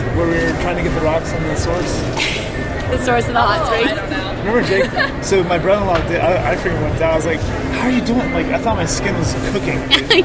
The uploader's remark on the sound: the Athlete On Fire show live from OR in Salt Lake City